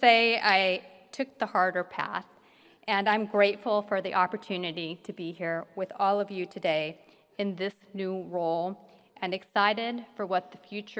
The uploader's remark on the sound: gives the keynote address at the 55th annual commencement ceremony of the UC Davis King Hall School of Law